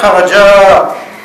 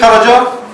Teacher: Si on met Mad Bil Alif, comme on a dit, on tire un peu sur le djinn · Shown in: first take · Ça devient Kharaja.